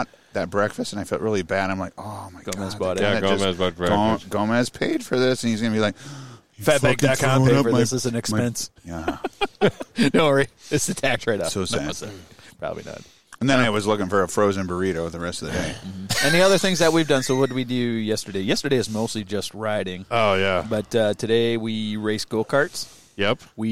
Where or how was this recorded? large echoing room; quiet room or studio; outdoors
outdoors